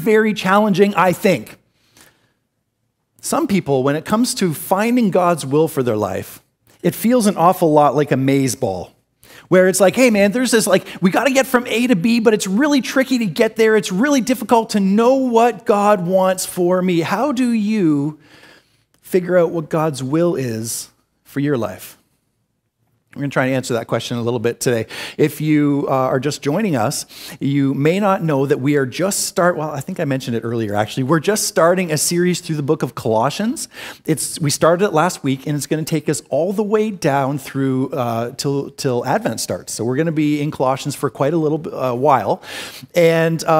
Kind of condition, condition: setting, large echoing room